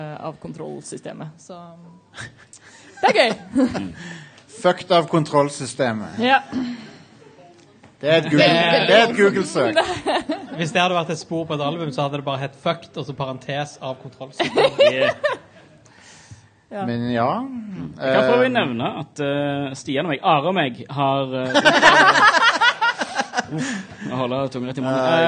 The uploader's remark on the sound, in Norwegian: Live fra Tiltcast 2.0 (fikset lyd). Live-episoden.